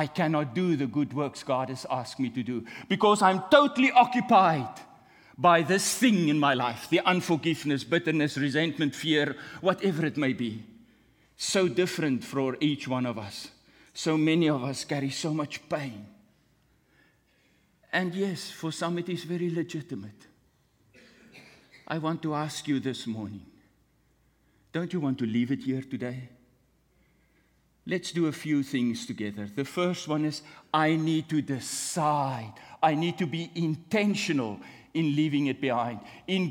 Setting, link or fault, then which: setting, large echoing room